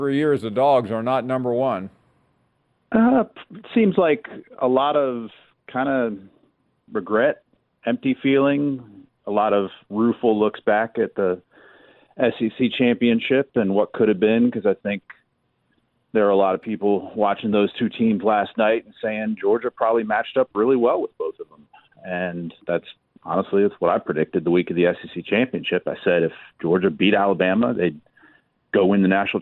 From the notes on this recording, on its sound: more of your phone calls